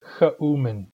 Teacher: The X is the spirant version of K. It sounds like k, k, k.